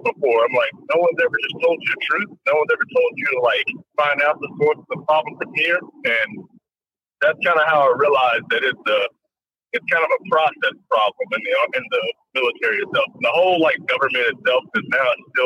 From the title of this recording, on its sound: Live Call